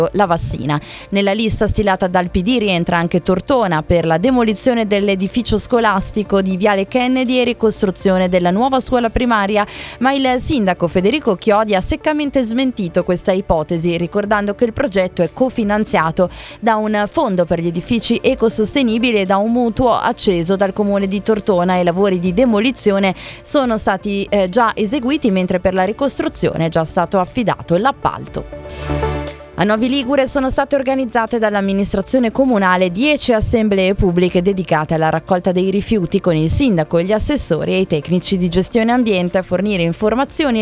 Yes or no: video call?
no